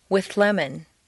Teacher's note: see how the TH moves back and the L moves forward to meet in a new middle position · Term: liaisons with TH combination